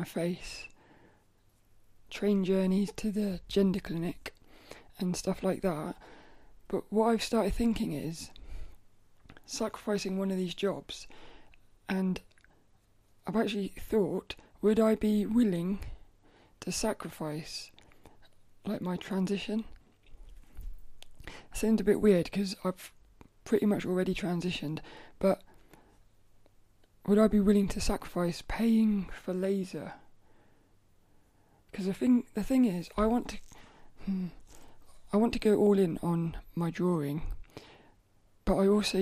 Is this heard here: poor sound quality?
no